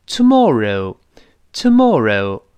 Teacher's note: 英国人的这个 oh，这个双元音分得特别清